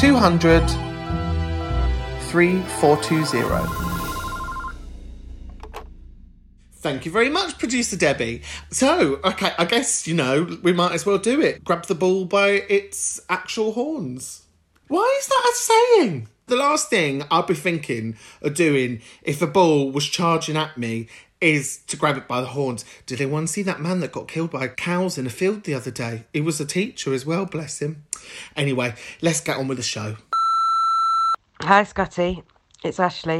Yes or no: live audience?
no